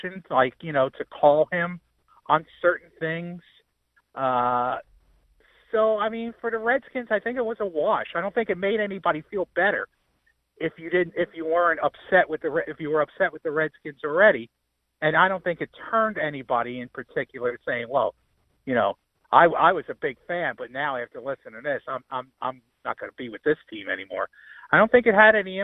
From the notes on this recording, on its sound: Called in from vacation. Called in from Torrey Pines.